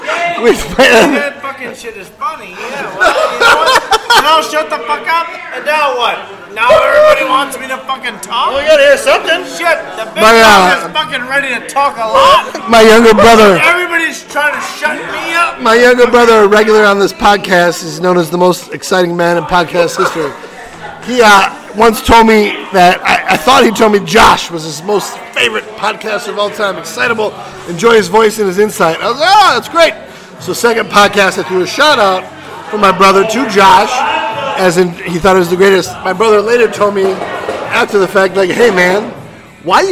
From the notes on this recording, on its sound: We recorded postgame at a bar with a few hooligans